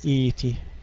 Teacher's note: نقطع همزة الوصل ونبدل الهمزة الثانية ياء